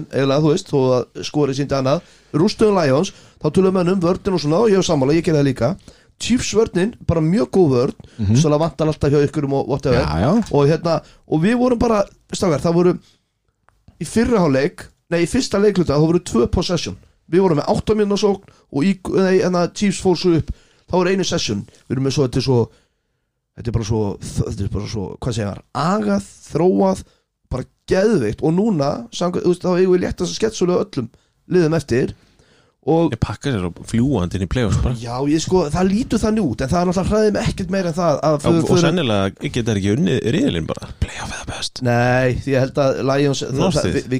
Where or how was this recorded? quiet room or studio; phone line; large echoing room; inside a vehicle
quiet room or studio